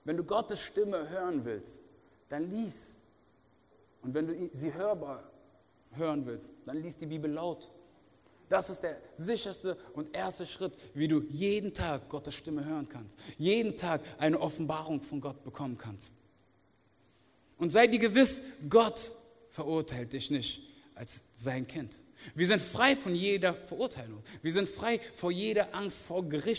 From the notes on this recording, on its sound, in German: aus unserem Gottesdienst